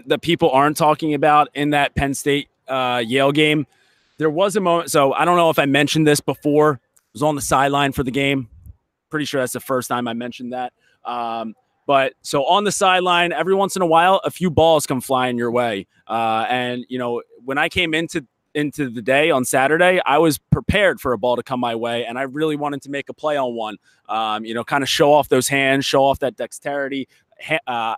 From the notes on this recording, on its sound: live from the field